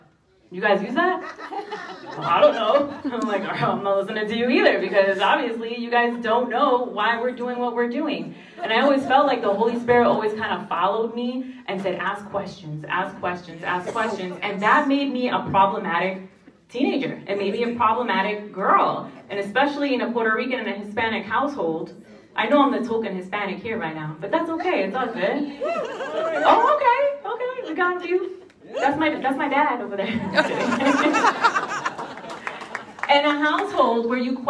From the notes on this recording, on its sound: A special LIVE talk. Christian Revolution LIVE event New Hampshire.